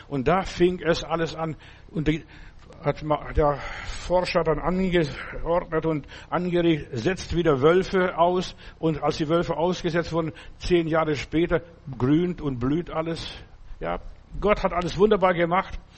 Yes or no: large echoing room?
yes